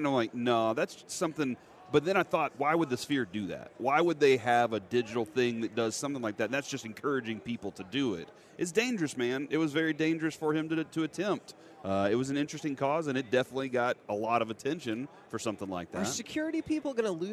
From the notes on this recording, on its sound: LIVE from Radio Row in Las Vegas!